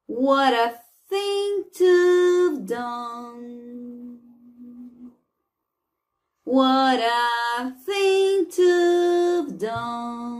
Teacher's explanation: esse T vai ficar com som de R